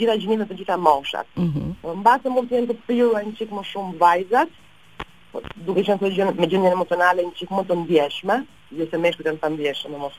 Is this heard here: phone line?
yes